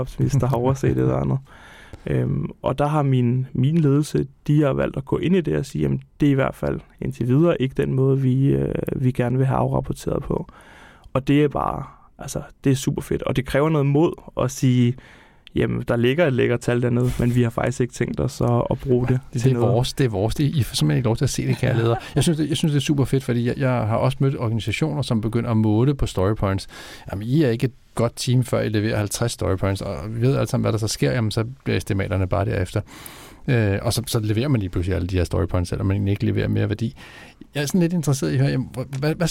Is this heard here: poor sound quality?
no